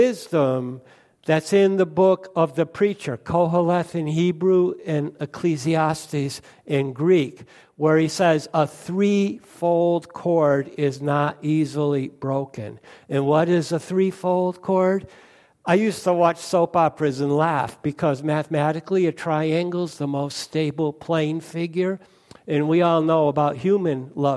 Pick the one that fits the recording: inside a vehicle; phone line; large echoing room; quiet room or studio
large echoing room